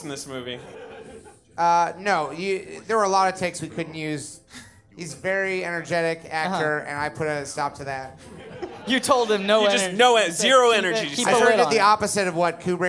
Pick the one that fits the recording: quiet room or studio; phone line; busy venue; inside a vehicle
busy venue